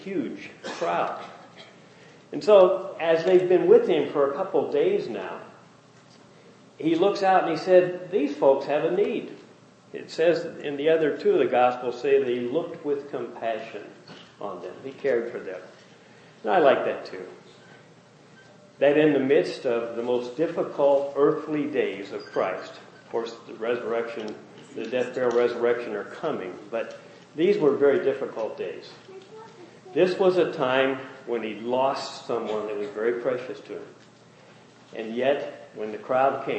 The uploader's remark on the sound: Message preached during first Family Day service.